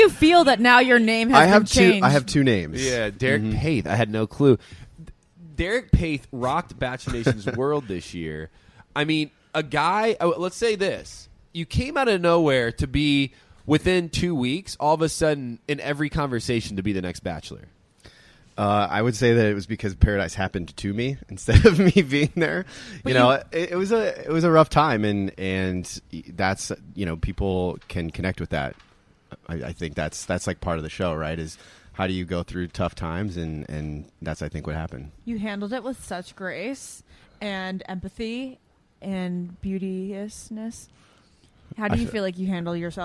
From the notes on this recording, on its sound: live from Planet Hollywood Resort and Casino in Las Vegas for the iHeartRadio Music Festival!